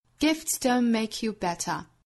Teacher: Don't 尾部的 t 略掉